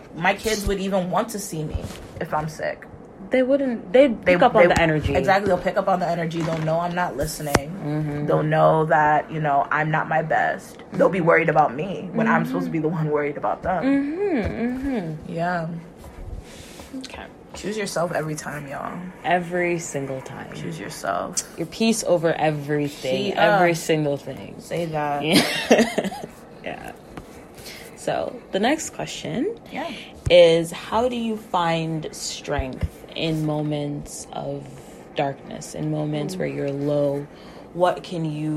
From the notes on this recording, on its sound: Please excuse the background noise! We were doodling and having our conversation.